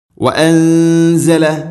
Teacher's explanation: വഅൻസല നൂനിനെ അവ്യക്തമാക്കി മണിക്കണം. ഇഖ്ഫാഉം ബിഗുന്ന.